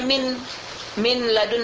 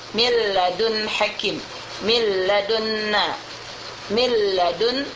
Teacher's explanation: Min ladun, tidak boleh kita baca min, min ladun, tidak, harus kita baca mil. Kita pindahkan dulu makhraj nun ini ke makhraj lam, baru kita idghamkan dia kepada lam. · Shown in: second take · Mil ladun hakim, mil ladunna, mil ladun, min la, mil la, tanpa ada ghunnah, cuma ada tasydid. · Term: Idgham kamil bighair ghunnah